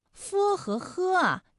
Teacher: 发音的时候呢，声带都不颤动